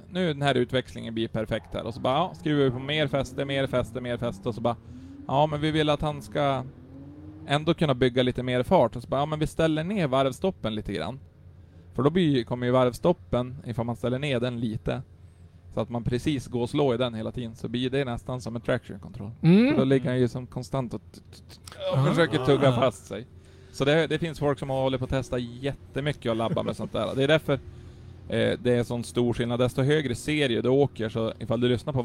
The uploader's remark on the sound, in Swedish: Vi gör en livepodd från depån, under den pågående SM/RM tävlingen på Mittsverigebanan.